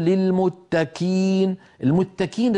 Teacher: القاف من أقصى اللسان مع الحنك اللحمي، الكاف من أقصى اللسان فوق مع الحنك اللحمي والعظمي